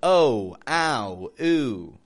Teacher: These all use a W-glide, folks.